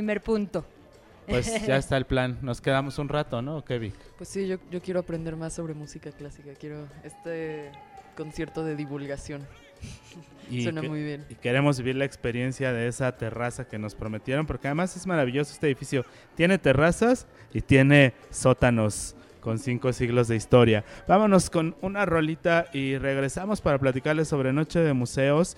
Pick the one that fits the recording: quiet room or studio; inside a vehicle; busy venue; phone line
busy venue